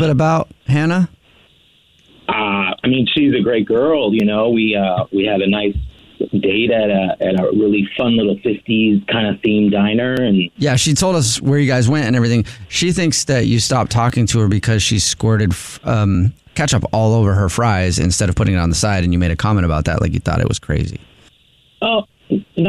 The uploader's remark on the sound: We get that other person on the phone